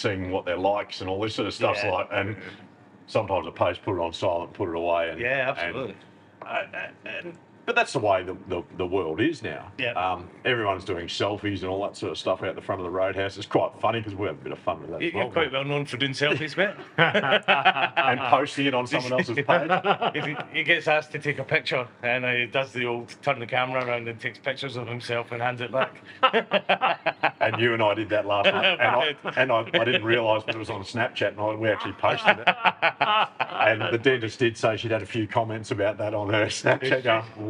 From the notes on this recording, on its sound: Recorded literally at the bar of the Transcontinental Hotel , Oodnadatta. PUBCAST - Transcontinental Hotel, Oodnadatta. Recorded literally at the bar of the Transcontinental Hotel , Oodnadatta. This is a light hearted chat between a few lads at the bar.